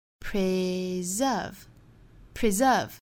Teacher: 注意重读音节在第二个音节 S 读 Z 的浊辅音